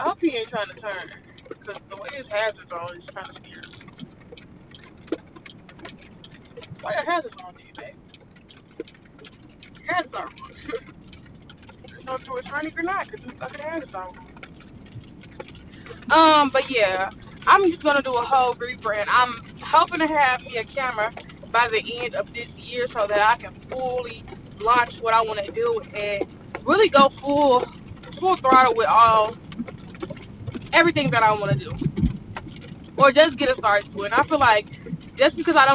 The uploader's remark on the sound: AUDIO IS KIND OF HORRIBLE MY WINDSHIELD WIPERS WERE DOING ITS THANG